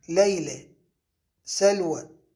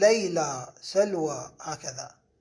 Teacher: إمالة الفتحة نحو الكسرة والألف نحو الياء إنما تحدث لأسباب صوتية معينة.